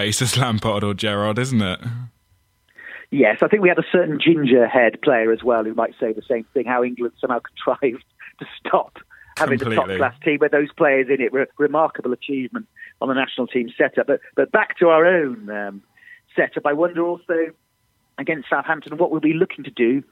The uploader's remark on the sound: on the phone